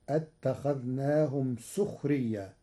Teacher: قرأ ورش كلمة سخريا بضم السين، فتصير اتخذناهم سخريا وكسر السين وضمها في لغة العرب.